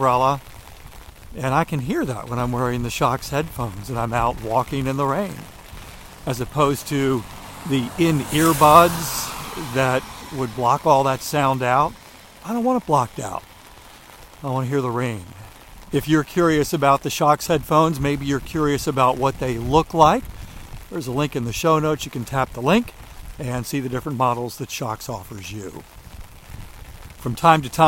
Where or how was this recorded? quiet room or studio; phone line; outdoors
outdoors